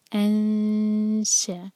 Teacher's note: تو الف پر فتح، آگے ایم ٹی نون، تو نون کی آواز کو چھپائیں گے، مخرج کو ٹچ نہیں کریں گے، بلکہ شین کے لیے زبان، شین کے قریب زبان ہم لے جائیں گے. انشأ، دو سیکنڈس کا ٹائم دیتے ہوئے انشأ.